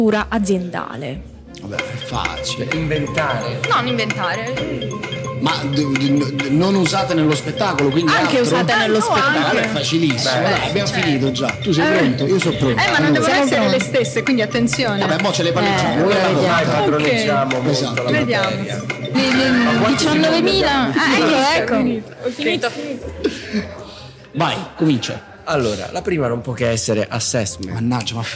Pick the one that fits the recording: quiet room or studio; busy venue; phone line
busy venue